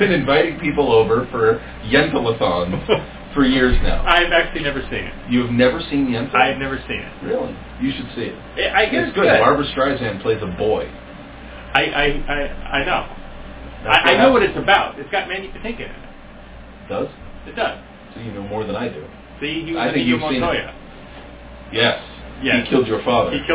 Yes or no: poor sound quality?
yes